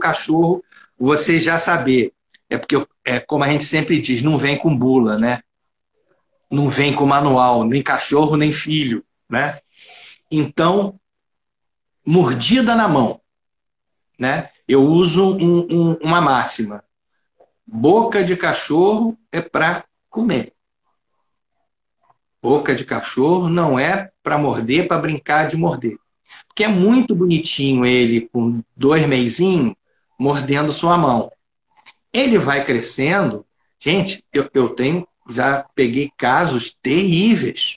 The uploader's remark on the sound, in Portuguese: Áudio da Live feita no Instagram